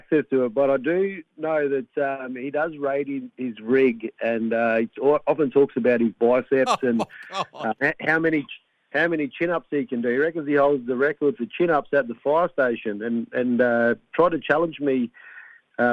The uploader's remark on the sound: Anchored beautifully from the studio. Coming down the line from home. Phoned to chat. Called in to chat.